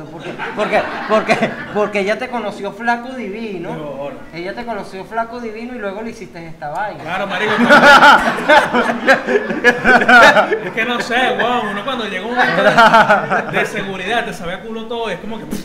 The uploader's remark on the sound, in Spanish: EPISODIO EN VIVO